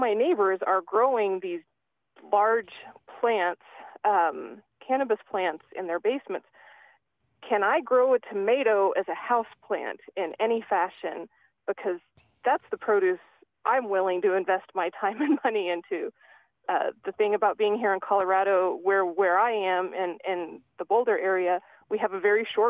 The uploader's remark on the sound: take your phone call questions!